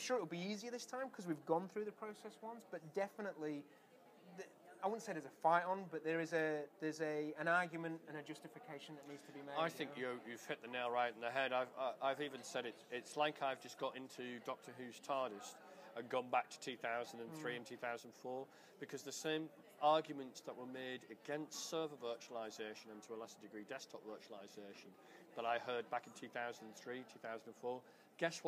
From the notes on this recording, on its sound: recorded at the Melbourne VMUG